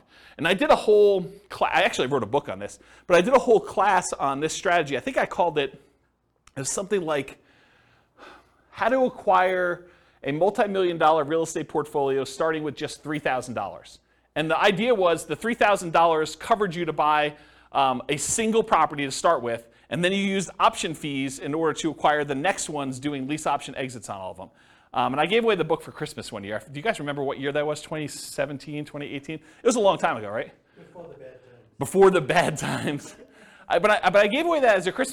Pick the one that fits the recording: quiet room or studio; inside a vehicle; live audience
live audience